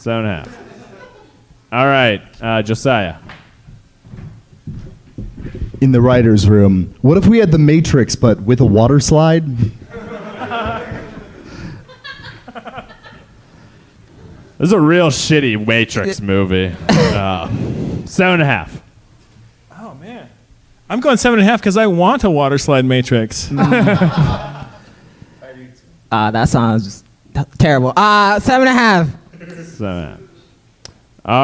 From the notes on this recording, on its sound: This episode was recorded on 12/27/2019 at Java Joe's in Des Moines, Iowa!